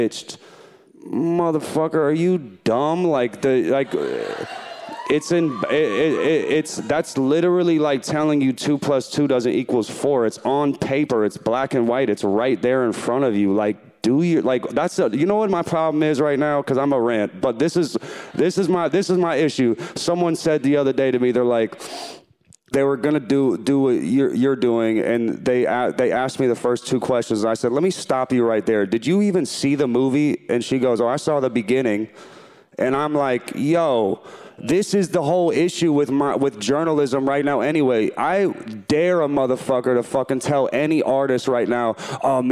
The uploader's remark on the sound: In front of an audience at the SCAD Savannah Film Festival.